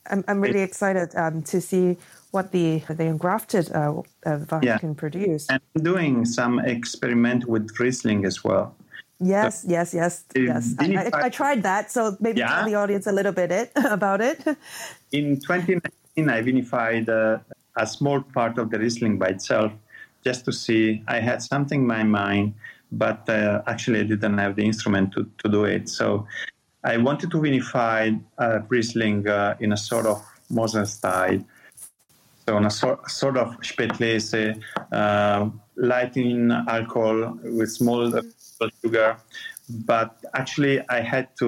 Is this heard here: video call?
yes